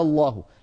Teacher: إذن الوسيلة الأولى التي تخلصت بعض القبائل العربية في زمن النبوة من بقاء همزة الوصل في النطق هكذا إبدالها ألفا كما نطقت الآن الله، لابد من مدها وإلا تسقط الألف